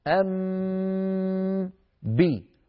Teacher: أم إلى الآن ما في إلا ميم، أم بي، هنا ظهرت الباء، إذن ارتفع المخرج وهو الشفتان هنا عن الحرفين وهما الميم والباء ارتفاعة واحدة مشبها للإدغام، ولكنه أيضا يخالف الإدغام بأن صوت الحرف الأول لم يدخل في الحرف الثاني. في الإدغام يدخل الحرف الأول في الثاني فيصبحان حرفا واحدا مشددا من جنس الثاني، هنا لم يحدث هذا الأمر، بقي صوت الأول مستقلا عن صوت الحرف الثاني مشبها للإظهار. · Term: الإخفاء